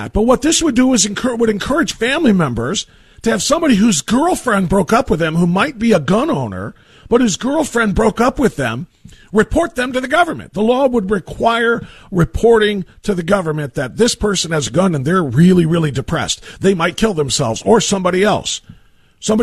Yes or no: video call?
no